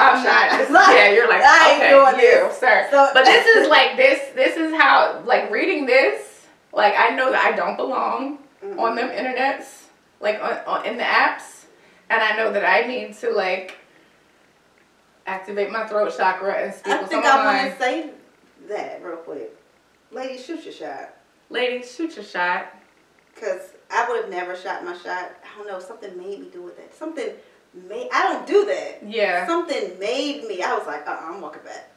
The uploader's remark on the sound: Also, the sound quality is a little off because I ran out of space on my hard drive.